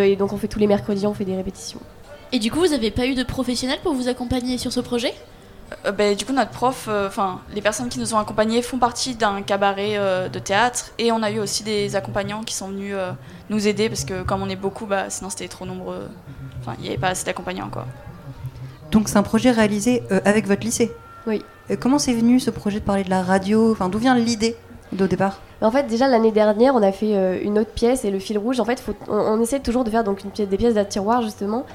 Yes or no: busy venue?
yes